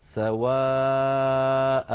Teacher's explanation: لأنه حرف مد بعده همزة في الكلمة نفسها، لكن لما قلنا هذا هو أصله في الوصل سواء، فتنوين النصب حذفناه وعوضنا عنه بألف، لذلك اسمه مد عوض بمقدار حركتين